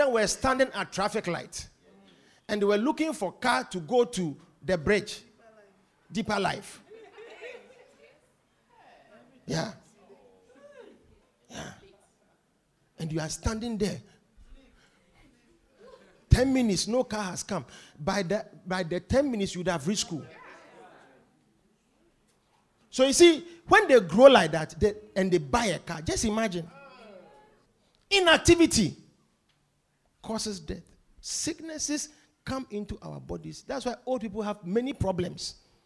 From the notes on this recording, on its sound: Preached at The Victory Secrets Service.